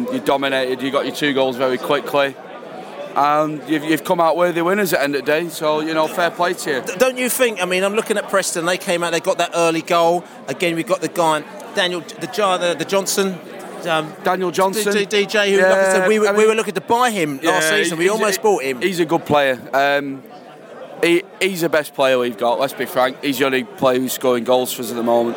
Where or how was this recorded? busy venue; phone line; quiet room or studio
busy venue